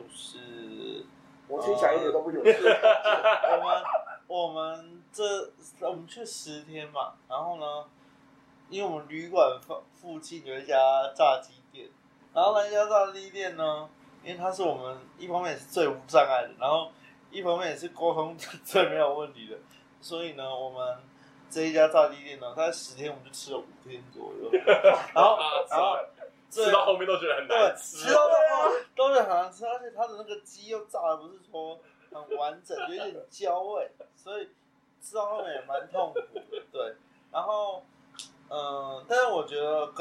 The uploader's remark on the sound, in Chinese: 三個師大屁孩沒有錄音設備，還是決定亂七八糟開始錄看看試播集